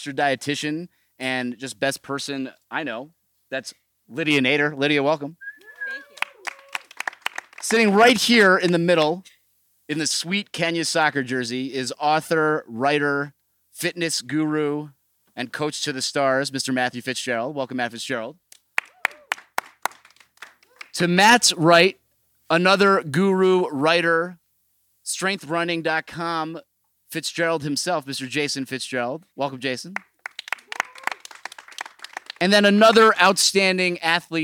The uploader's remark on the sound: We got to spend a few days together in Boulder, CO at a retreat focusing on all things running. One of our highlight events was a panel discussion that you're about to hear. Doing the live Q&A with a group of running experts from all different backgrounds made for a lively conversation.